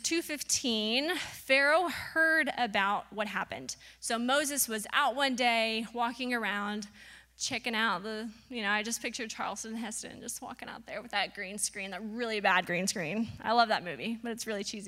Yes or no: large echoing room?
yes